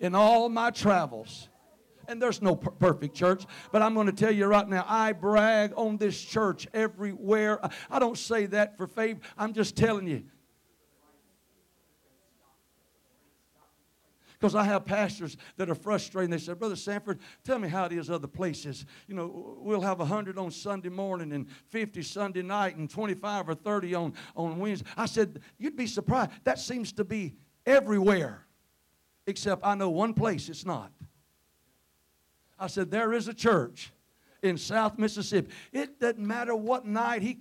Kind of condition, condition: setting, large echoing room